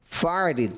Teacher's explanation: آپ نے ضاد میں کلکلا کر دیا